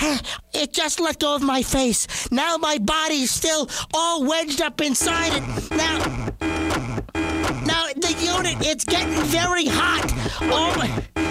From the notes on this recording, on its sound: Prank Phone Calls